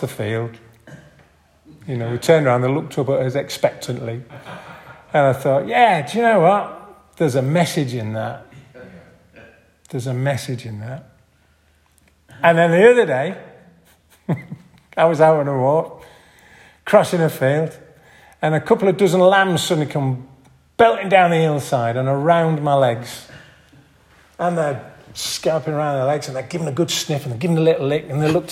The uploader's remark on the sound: This audio recording was taken from the 10:30 Morning Communion service at St Mary and St John's Church in Hardraw on June 18th 2023.